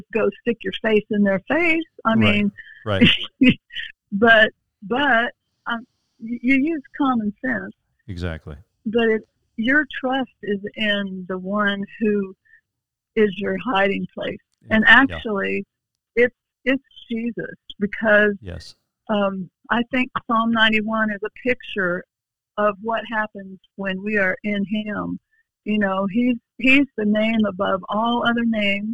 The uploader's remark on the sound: we have special guests on by phone